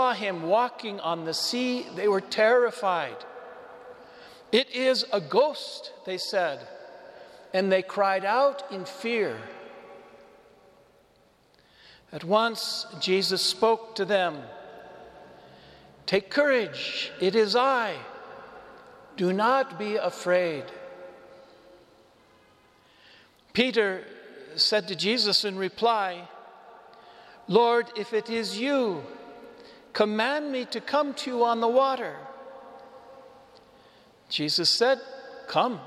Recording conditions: large echoing room